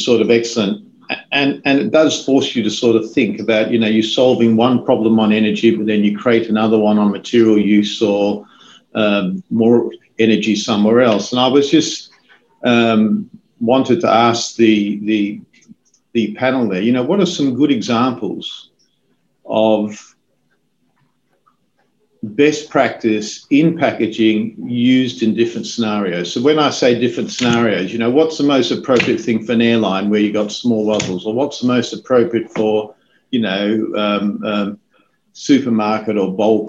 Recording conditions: video call